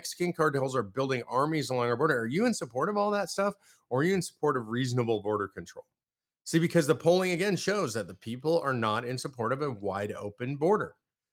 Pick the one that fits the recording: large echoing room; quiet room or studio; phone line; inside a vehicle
quiet room or studio